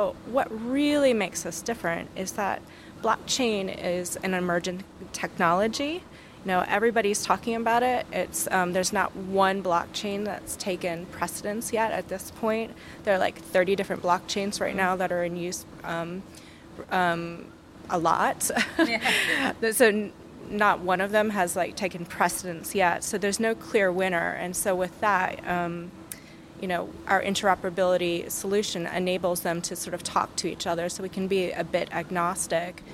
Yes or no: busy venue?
yes